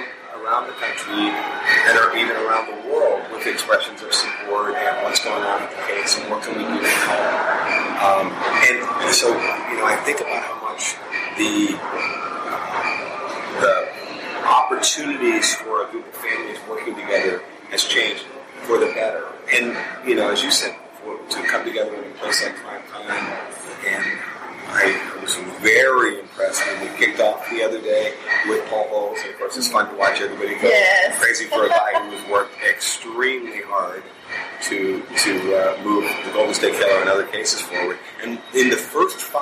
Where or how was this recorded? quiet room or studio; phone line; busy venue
busy venue